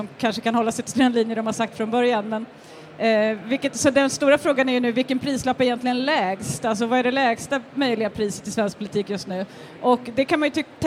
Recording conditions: live audience